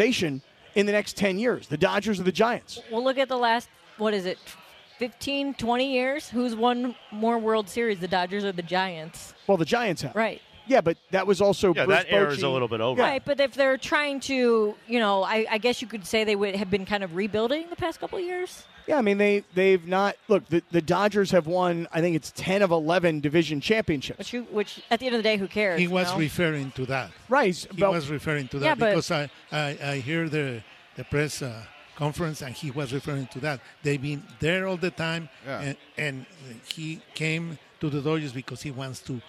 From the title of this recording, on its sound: LIVE From Yaamava!